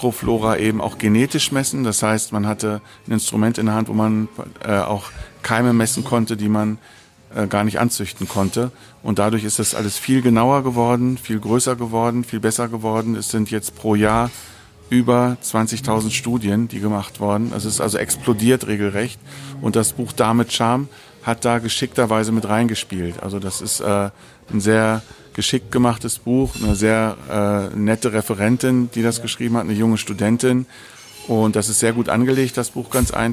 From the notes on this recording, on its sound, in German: Live vom IFMS Kompaktseminar im Juni 2018. Aufgrund einer Außenaufnahme bitten wir die Tonqualität zu entschuldigen.